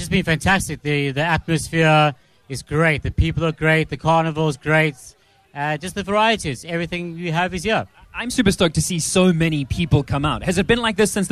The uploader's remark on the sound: live from the Harfield Village Carnival